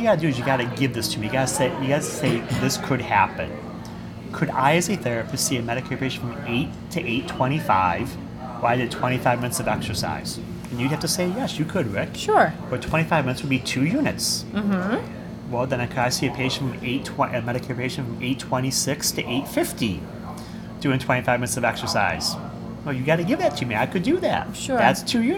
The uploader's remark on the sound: LIVE from the Ascend Conference in Washington DC